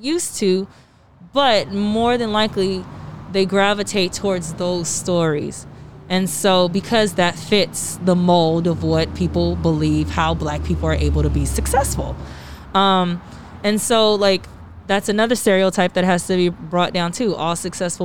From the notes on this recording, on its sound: The owners of Poppy + Rose in downtown Los Angeles. We recorded in the back patio of the new restaurant (masked and socially distant mind you) so apologies for any background noise.